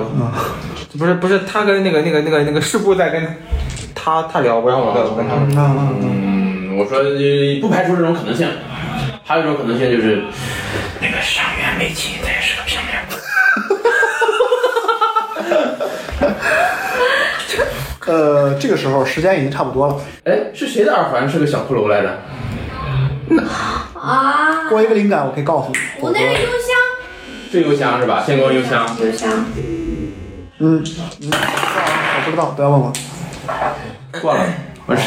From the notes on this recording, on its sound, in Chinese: 因为这次跑团时录制的设备并不专业，再加上环境和大家散座的位置，音质会比较差，调试之后改善不大。